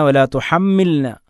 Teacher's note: ഇദ്ഗാമാക്കിക്കൊണ്ടല്ല അൻസൽനാഹു വലാ തുഹമ്മിൽനാ ലാമിനെ വ്യക്തമാക്കി തന്നെ ഉച്ചരിക്കണം · Term: ഇൽഹാർ